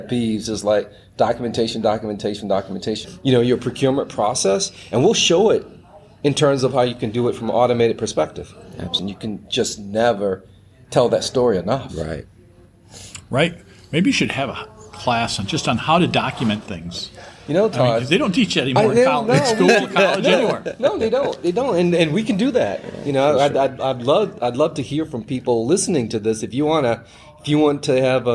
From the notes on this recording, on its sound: while at the FPS Las Vegas week long conference in September 2023